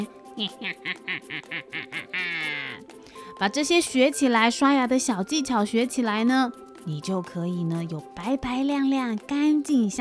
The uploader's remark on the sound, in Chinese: 線上直播錄音版。首次採用直播錄音 ，聲音品質請多多包涵。